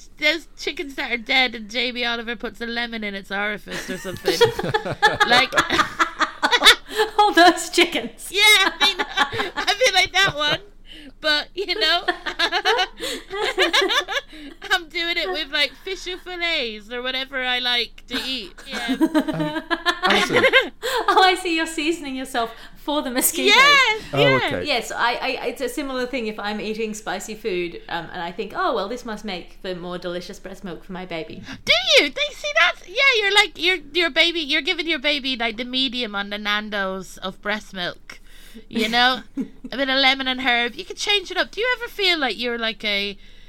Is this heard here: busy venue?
no